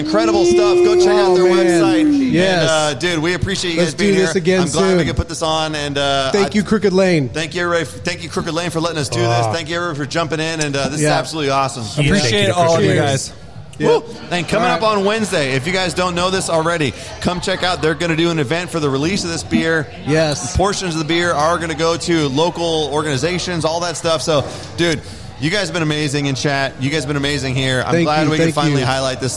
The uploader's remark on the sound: LIVE from Crooked Lane Brewing with MTB Norcal.